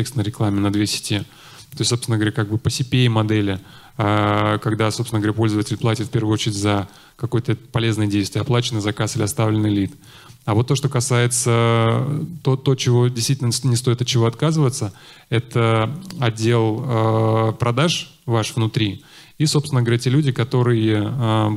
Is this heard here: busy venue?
yes